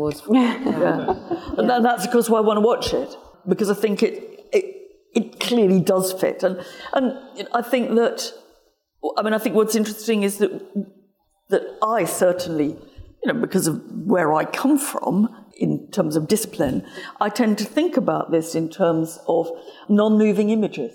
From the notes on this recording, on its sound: This event was recorded on the 26th of February 2023, at Sotheby's in London.